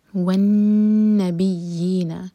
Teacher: نون پشدہ ہے، نون کو ہولڈ کریں گے